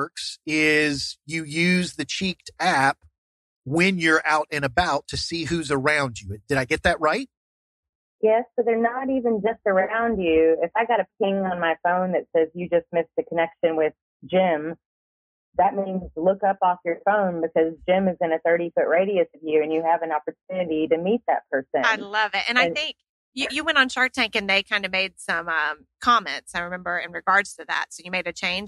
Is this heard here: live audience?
no